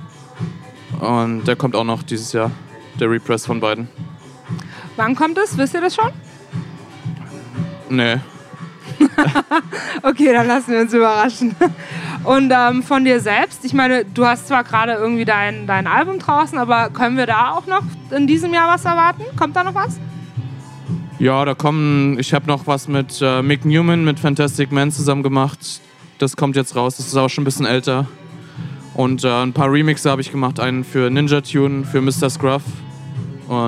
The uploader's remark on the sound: Live aus der Else. BLN.FM Interviews.